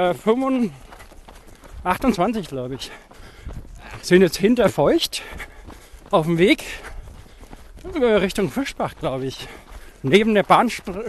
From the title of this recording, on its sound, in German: live dabei beim Coronakreis Ultralauf